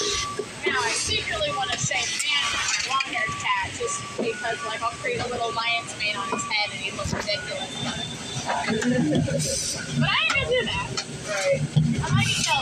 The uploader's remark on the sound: Asmr at a car door factory. May include some conversations. We put the phone in the machines to record the pallets going past and the screw guns. We talked so there may be conversations.